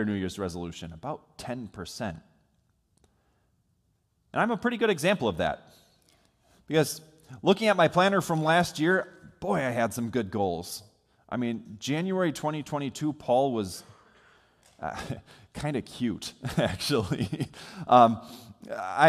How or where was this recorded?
large echoing room